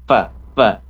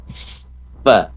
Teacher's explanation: gigi ketemu bibir, fa fa, harus ada anginnya kedengaran